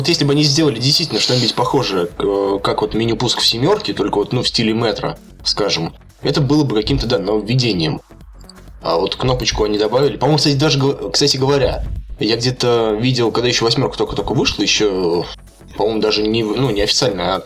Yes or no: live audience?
no